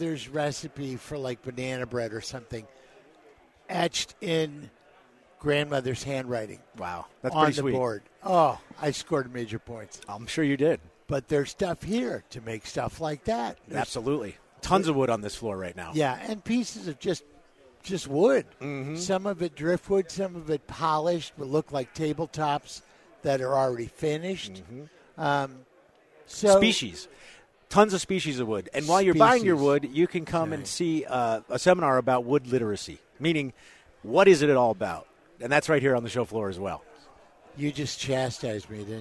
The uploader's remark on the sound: Live from Woodworking Show